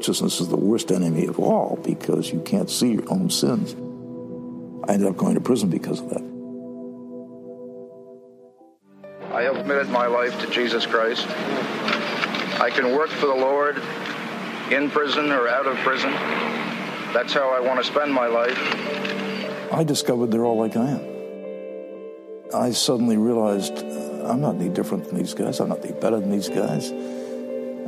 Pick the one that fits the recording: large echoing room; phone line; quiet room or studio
large echoing room